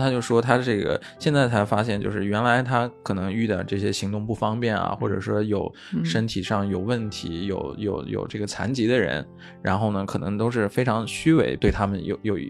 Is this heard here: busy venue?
no